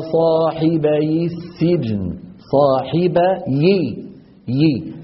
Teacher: التقى ساكنان بعد حذف النون، فنحرك الأول منهما وهو الياء بالكسر